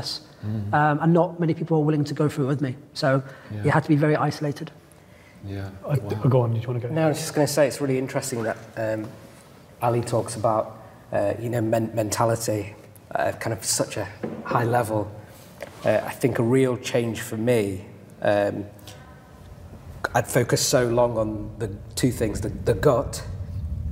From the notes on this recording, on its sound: a fantastic live panel discussion hosted by The Book of Man